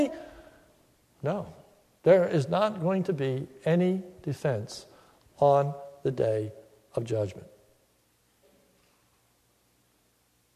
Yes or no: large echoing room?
yes